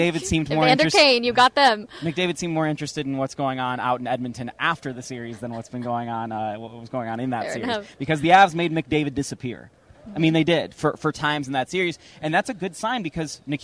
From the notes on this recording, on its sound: Live from the NHL Stanley Cup Final Media Day! The crew is live from Ball Arena ahead of the NHL Stanley Cup Final Media Day.